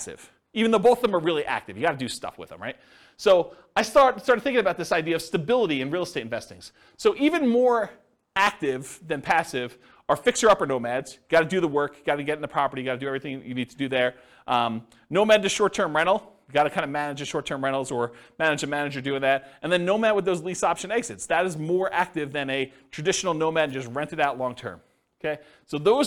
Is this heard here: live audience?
yes